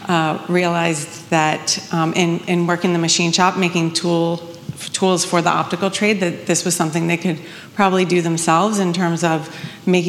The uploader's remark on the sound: The Retail Darwin LIVE BOSTON June 2023. We did it LIVE! Seaportbost.